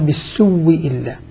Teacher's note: قال بالسوء إلا بالسوء أبدل الهمزة وأدغمها فصارت من باب المتماثلين، صارت واو ساكنة وبعدها واو مكسورة فأدغمت الأولى في الثانية وأصبحت أصبح الواوان واوا واحدة مشددة، فقال بالسوء إلا. وهذا لقالون · Term: إدغام الواو